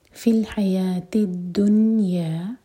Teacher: نون پر سکون ہے تو نون پر نہ تو کسرہ کی آواز آنی چاہیے اور نہ ہی قلقلہ کی